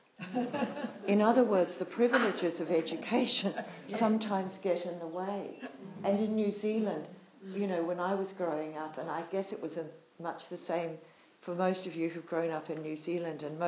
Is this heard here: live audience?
yes